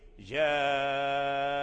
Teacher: فالهمزة هنا تغيرت عند لقائها الهمزة الأخرى، أي اجتمعت همزتين فتغيرت الأولى بالإسقاط، وإسقاطها هنا عارض ليس لازما للكلمة، بحيث لو وقفنا على جاء فنثبت الهمزة فنقف جاء فترجع الهمزة في حال الوقف، تسقط في حال الدرج، أي إذا وصلنا الكلمة كلمة جاء بما بعدها من الكلمات يعني بكلمة أمرنا فالهمزة تسقط.